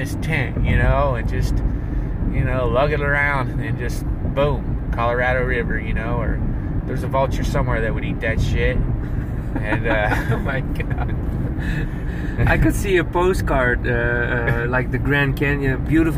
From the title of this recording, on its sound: Driving Back From Grand Canyon